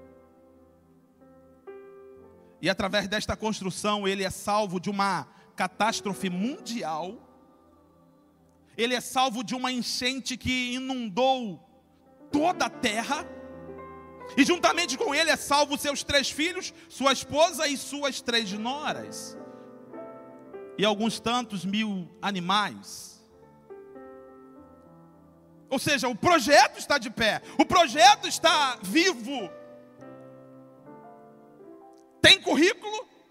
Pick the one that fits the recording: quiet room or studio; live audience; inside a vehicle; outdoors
live audience